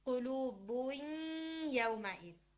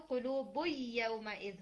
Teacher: अगर वाओ और या में से कोई हर्फ आ जाए तो नून साकिन अपना मखरज तो छोड़ देता है मगर अपनी क्वालिटी ऑफ गुन्ना नहीं छोड़ता · Shown in: first take · तो हम इसको नाकस करके गुन्ना रख के हम इदगाम